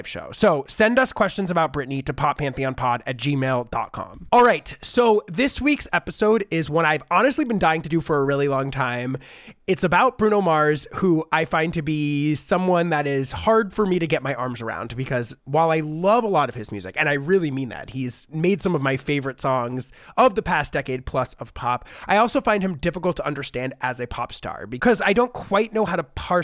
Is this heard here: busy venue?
no